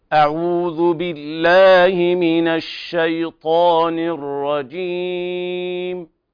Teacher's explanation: المناسب هنا أن أنا أمد العارض للسكون 4 حركات أو أكثر، لا أقصره. أما المناسب مع التدوير يكون أقل من هذا، مثلا أعوذ بالله من الشيطان الرجيم، هذا مناسب.